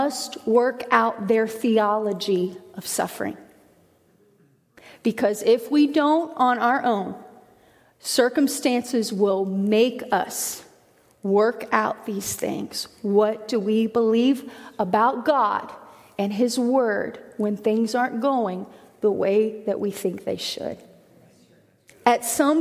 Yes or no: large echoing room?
yes